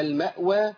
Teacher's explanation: الهمزة الساكنة لابد من بينها وما تهزهاش